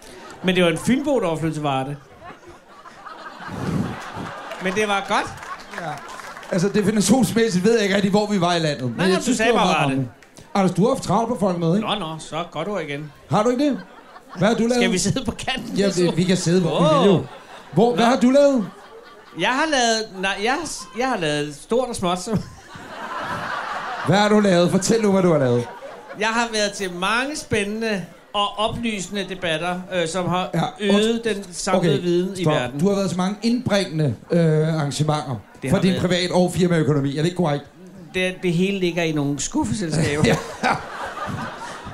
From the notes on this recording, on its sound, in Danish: Ugens afsnit er optaget under Folkemødet 2018 på Gæstgivergården i Allinge. Foran en fuldstændig pakket gårdhave evalueres der på Folkemødet.